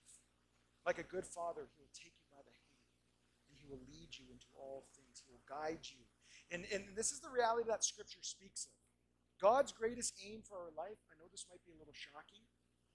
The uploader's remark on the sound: We do apologize for this week's audio quality!